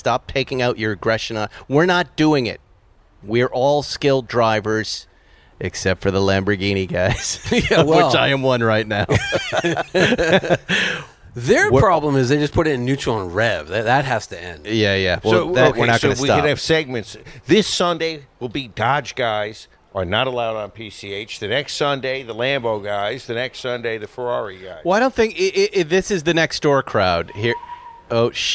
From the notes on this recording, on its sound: Recorded live from the porch of the world famous Malibu Kitchen.